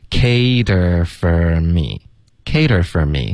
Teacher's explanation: 然后 for 呢我们就弱读成 fur.